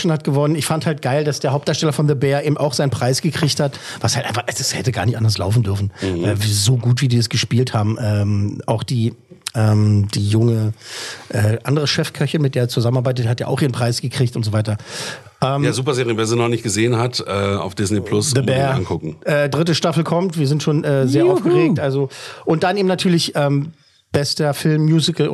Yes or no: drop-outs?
no